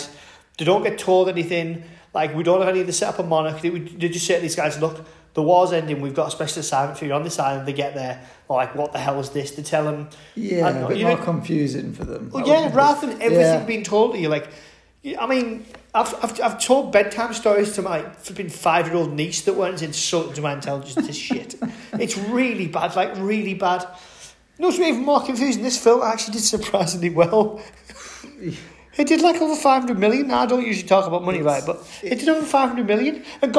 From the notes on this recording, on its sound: in an extremely echoey apartment